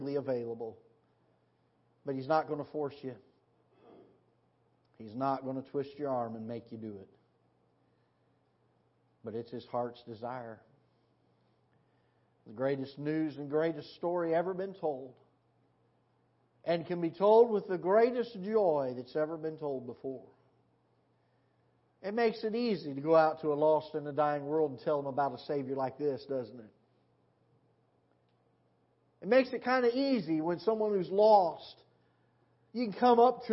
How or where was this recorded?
large echoing room